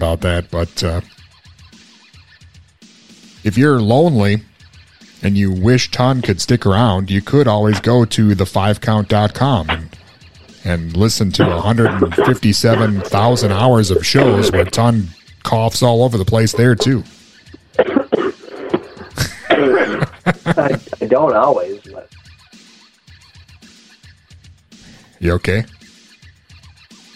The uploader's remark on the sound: He did the entire interview yelling through a megaphone! He had double pneumonia and joined us over the phone from his deathbed!